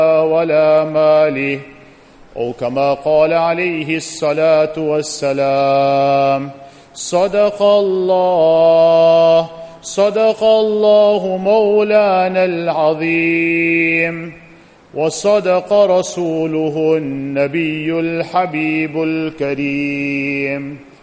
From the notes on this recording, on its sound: Jumuah Lecture at Masjid Al Hilal